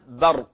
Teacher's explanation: الراء هنا مفخمة لأنها ساكنة وما قبلها مفتوح. طيب الباء، الباء مرققة، مرققة، احذر من مجاورتها للمفخم مثل الراء هنا، لا نقول ض، لا نقول برق، ض، نقول برق، برق، برق.